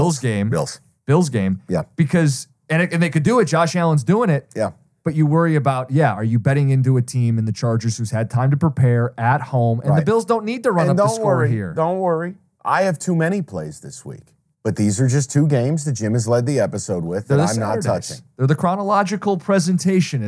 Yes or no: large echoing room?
no